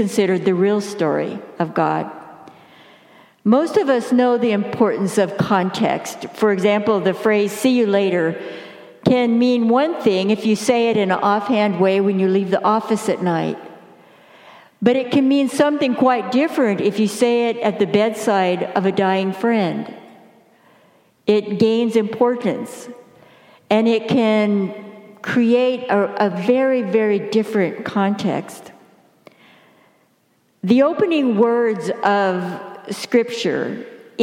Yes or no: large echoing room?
yes